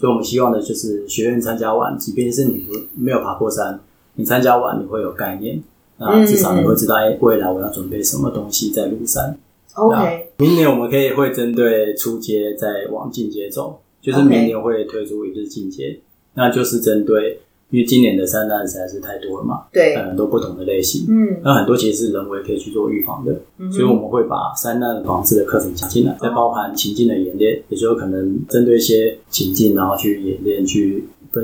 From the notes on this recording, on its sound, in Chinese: 這次換了新的錄音環境(終於可以跟垃圾車音樂 say 8181) 導致收音不清楚